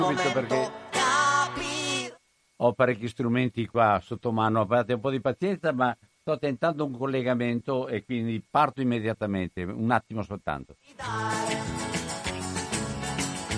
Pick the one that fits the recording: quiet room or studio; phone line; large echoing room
phone line